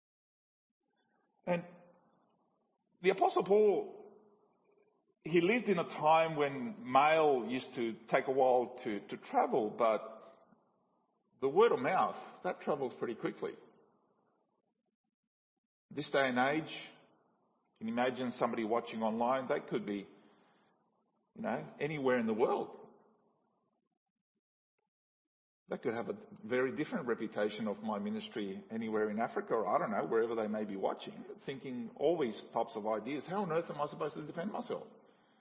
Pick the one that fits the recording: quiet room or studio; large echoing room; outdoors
large echoing room